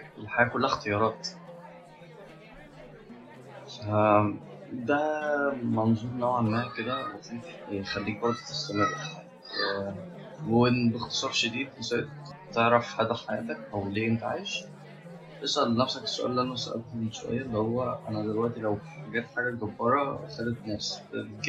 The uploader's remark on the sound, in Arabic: بعض النظر عن جودة الصوت المختلفة عن العادي